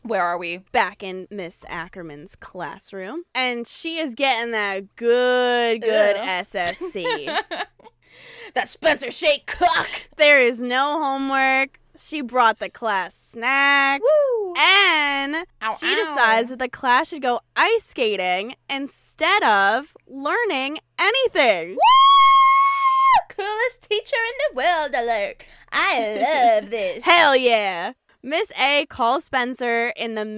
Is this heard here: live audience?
no